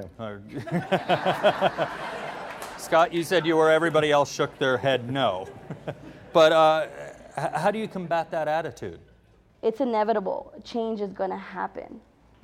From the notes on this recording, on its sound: a live community discussion